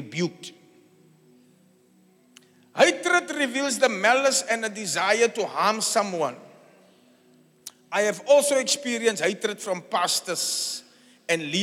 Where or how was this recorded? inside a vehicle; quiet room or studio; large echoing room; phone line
large echoing room